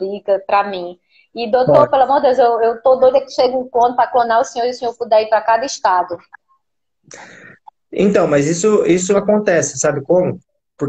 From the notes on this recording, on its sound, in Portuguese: Essa é uma live de “Perguntas &amp; Respostas” com gestantes no Instagram